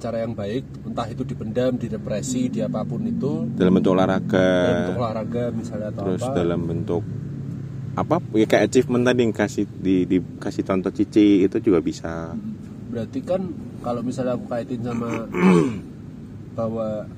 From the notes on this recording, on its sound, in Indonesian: Kami rekaman di parkiran MC D Sudirman Jogja biar ada sensasi mobil goyangnya gaes.